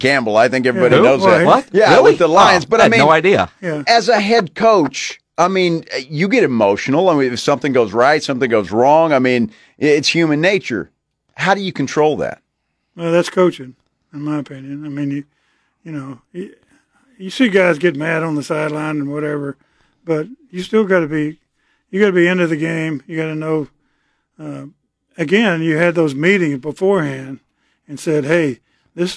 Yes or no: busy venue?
no